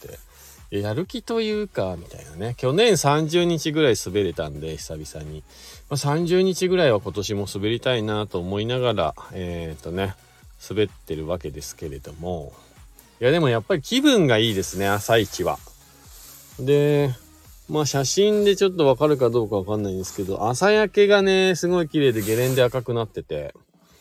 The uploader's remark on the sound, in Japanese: 本日、白馬岩岳スキー場で滑り終了後 車の中から